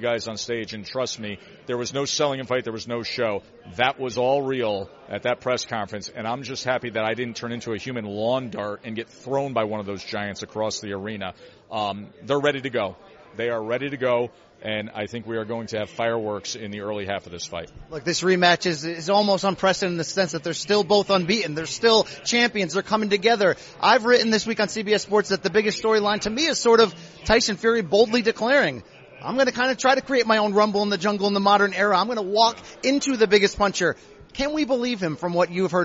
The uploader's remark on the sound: Live on the scene in Las Vegas.